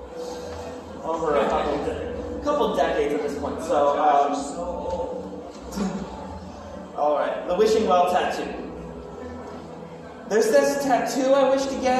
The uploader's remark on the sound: performs at Ingenuity Fest 2022